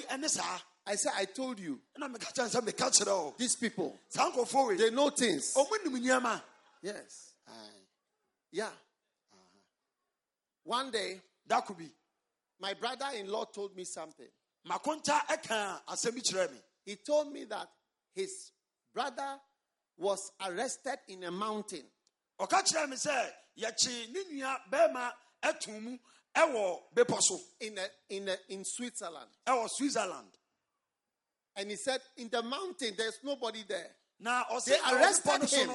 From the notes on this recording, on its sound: Preached at a Healing Jesus Campaign in Teta, Ghana